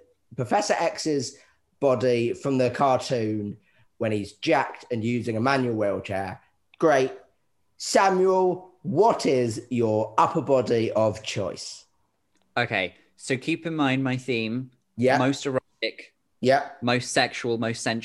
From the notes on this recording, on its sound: a podcast recorded over zoom